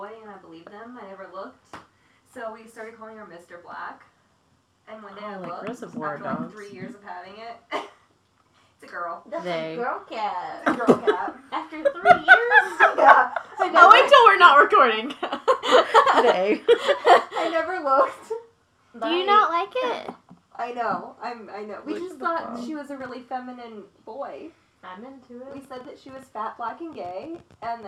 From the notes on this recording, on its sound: The sound isn’t great, and there is a lot of laughing.